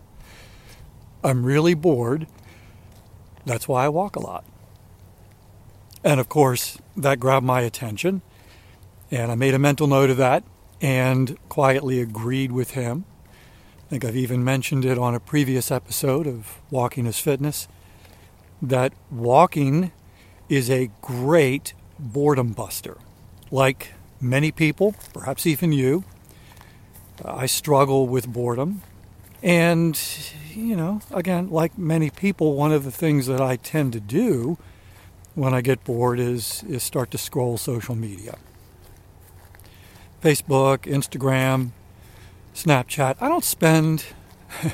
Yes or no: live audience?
no